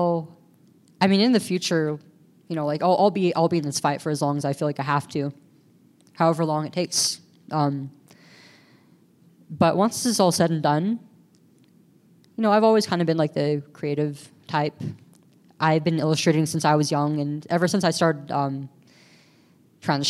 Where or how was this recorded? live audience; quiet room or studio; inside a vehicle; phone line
live audience